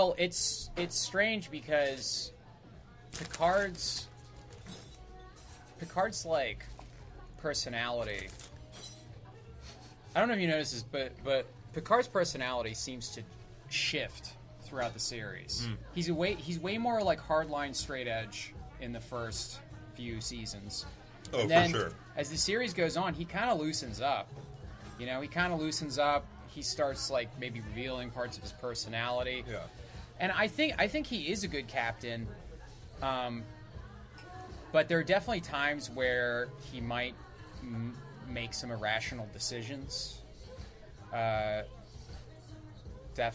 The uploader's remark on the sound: at My Father’s Place before an open mic